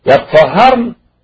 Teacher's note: يطهرن أي يتطهرن. التاء التاء أدغمت في الطاء